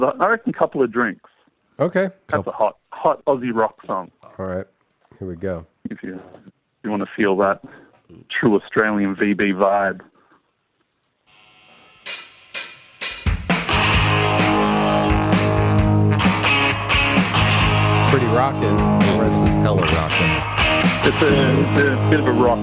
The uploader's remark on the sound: CALL IN SPECIAL